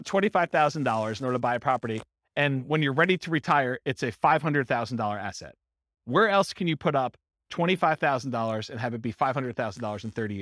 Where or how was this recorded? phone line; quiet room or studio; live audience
live audience